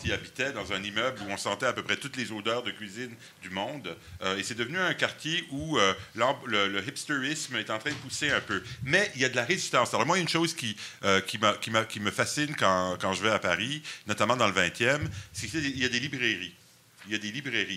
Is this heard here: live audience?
yes